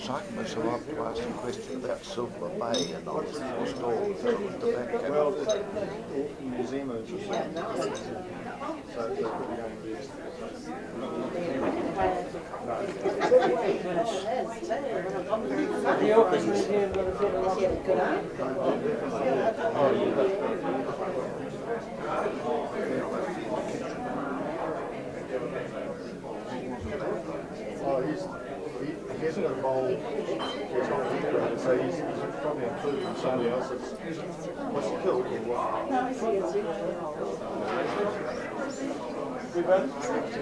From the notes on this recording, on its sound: A recording of the speakers at a special evening hosted by the Cambridge Historical Society